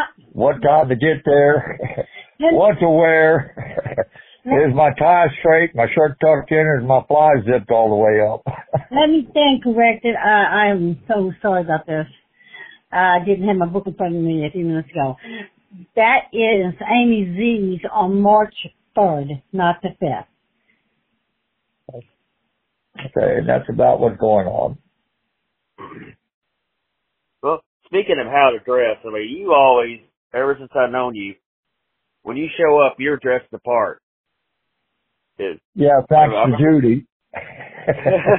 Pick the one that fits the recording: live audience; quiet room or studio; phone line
phone line